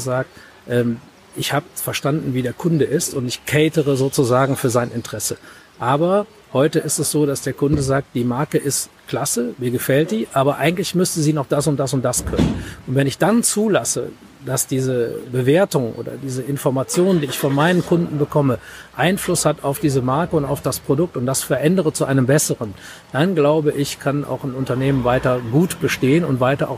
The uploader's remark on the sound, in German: Der Podcast wurde im März 2019 auf dem Next Act Event aufgenommen. Der Podcast wurde im März 2019 auf dem Next Act Event aufgenommen.